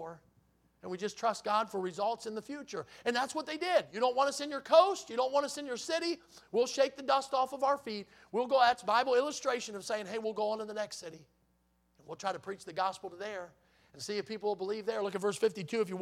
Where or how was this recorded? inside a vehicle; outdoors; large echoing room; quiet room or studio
large echoing room